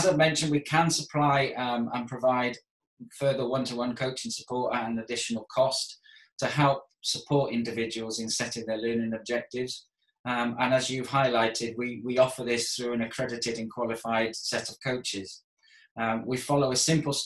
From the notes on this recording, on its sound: This video was recorded over Zoom during the lockdown for Coronavirus in May 2020.